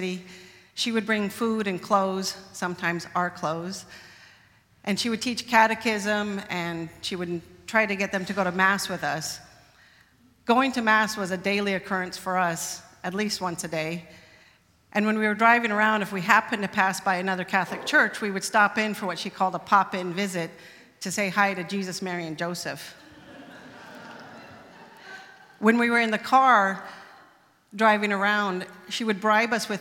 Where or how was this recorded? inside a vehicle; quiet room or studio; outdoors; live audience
live audience